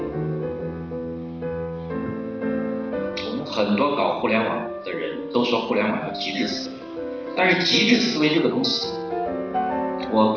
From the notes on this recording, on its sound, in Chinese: 现场录音